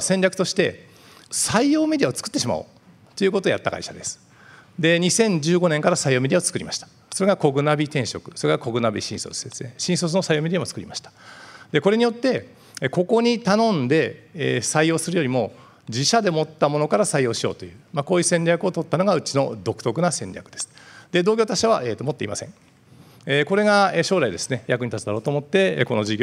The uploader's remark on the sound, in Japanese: 2022年7月2日、東京・両国で行われた「ラジオNIKKEI 相場の福の神 注目企業ＩＲセミナー」から